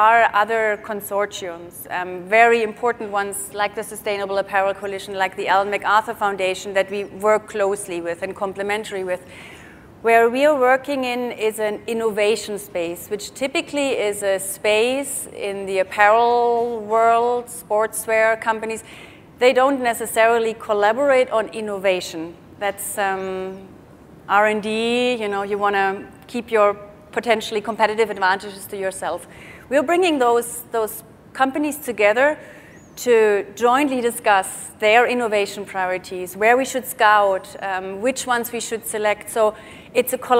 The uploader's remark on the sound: The best of live interviews from GreenBiz events.